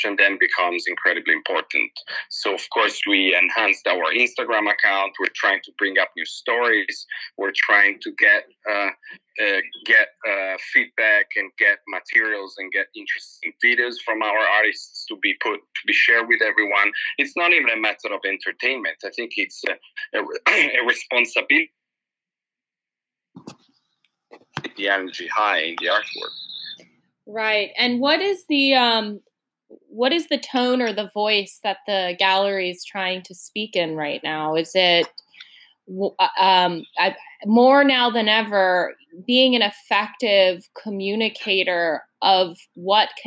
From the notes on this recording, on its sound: Speak on the phone. From where I sit in Los Angeles.